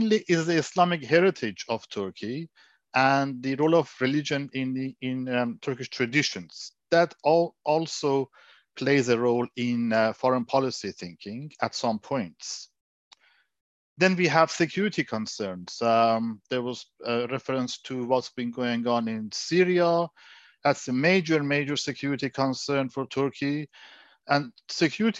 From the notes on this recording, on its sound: This public talk was conducted online via Zoom.